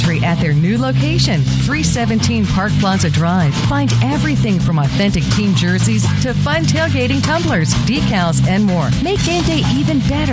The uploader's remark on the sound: Live at McLean County for a Tailgate Show courtesy of Whitaker County as McLean plays host to Webster County in the Kroger KSR Game of the Week.